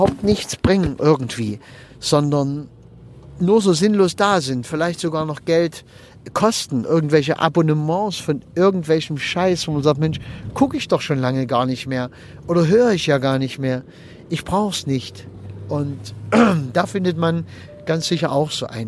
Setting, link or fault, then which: setting, inside a vehicle